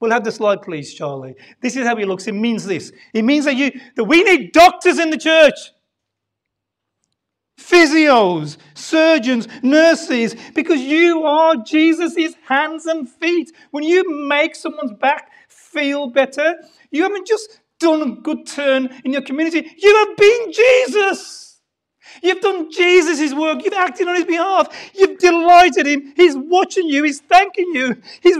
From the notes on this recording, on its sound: Sunday Service Live Stream.